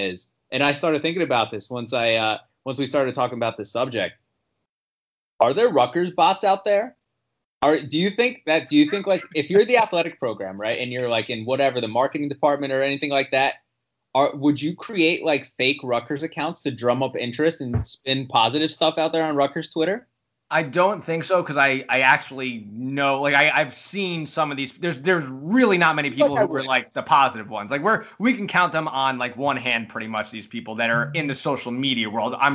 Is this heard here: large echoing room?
no